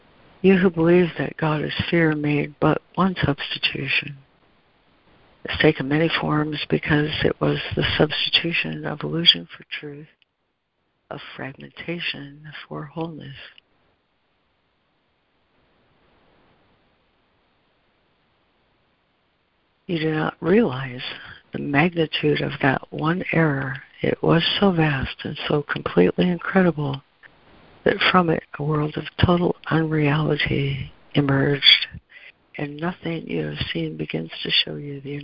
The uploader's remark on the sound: ACIM Daily Conference Call